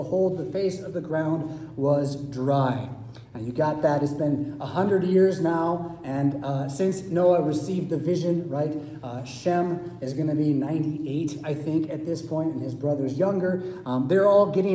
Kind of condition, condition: setting, large echoing room